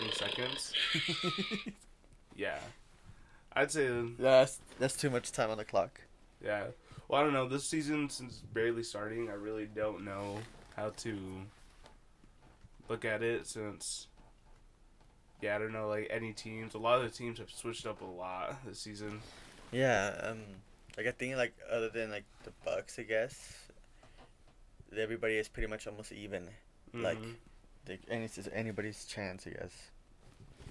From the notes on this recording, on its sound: Excuse the technical difficulties.